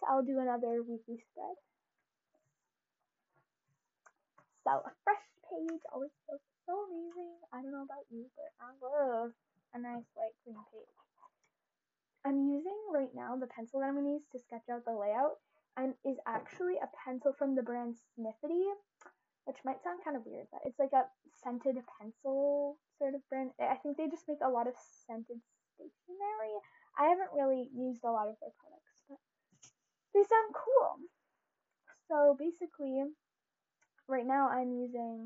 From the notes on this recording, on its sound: You will most likely hear a lot of background noise due to the mix I’m using today! I realized that the audio for today’s episode was pretty horrible!